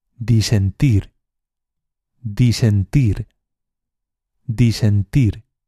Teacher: El verbo disentir es una palabra aguda. La sílaba tónica es la última sílaba.